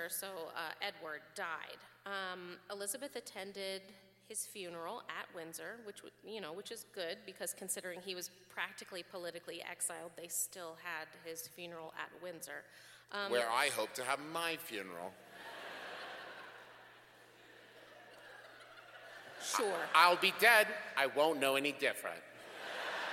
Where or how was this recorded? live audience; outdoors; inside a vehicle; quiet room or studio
live audience